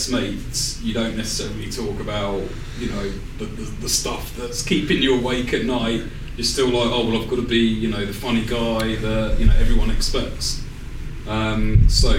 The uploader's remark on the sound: This special episode is the first part of our live recording, which took place in Brighton at the end of November. We weren’t expecting so much engagement from the audience (which we were absolutely delighted with), so apologies if the audio isn’t as clear when it comes to audience discussions.